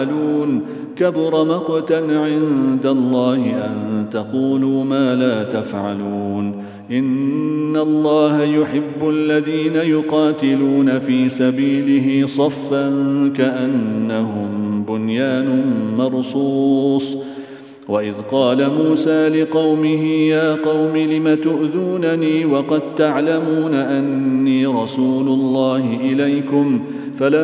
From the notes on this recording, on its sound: at the Houghton Masjid (West Street)